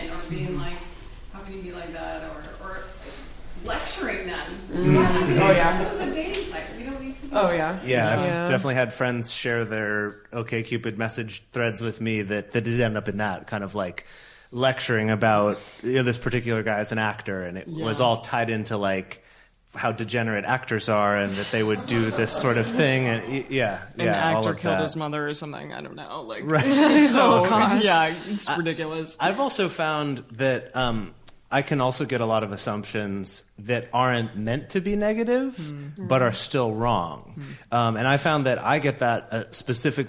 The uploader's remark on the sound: In this very special live show